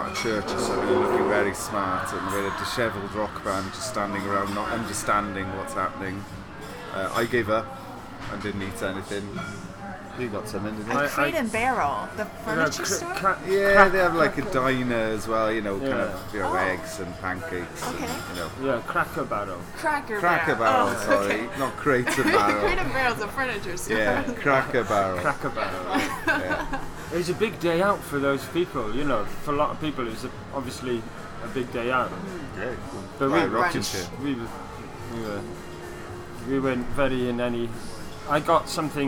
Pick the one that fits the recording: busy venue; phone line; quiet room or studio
busy venue